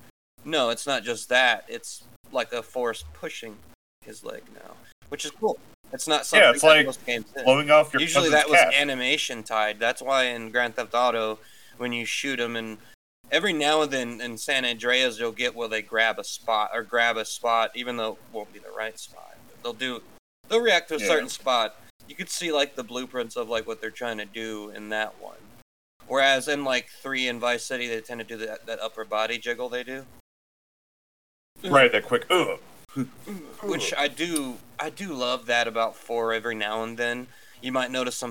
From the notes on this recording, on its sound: we apologize if the quality isn't typical, we're trying a new recording set up